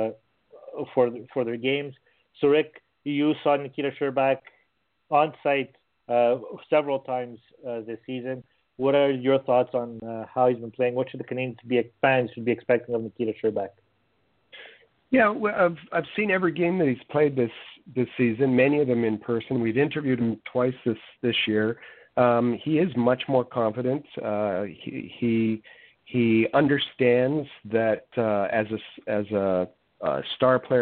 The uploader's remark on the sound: we take your phone calls